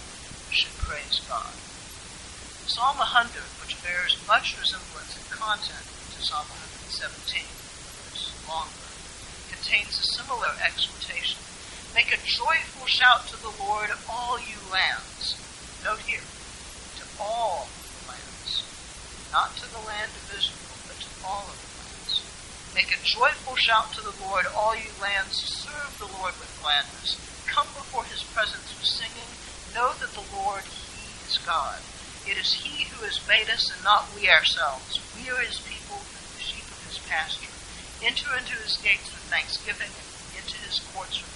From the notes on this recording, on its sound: Apologies for the poor audio quality.